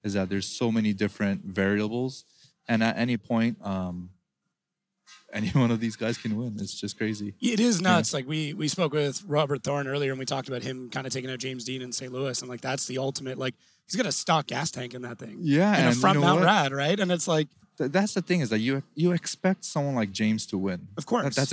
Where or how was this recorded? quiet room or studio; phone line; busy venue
busy venue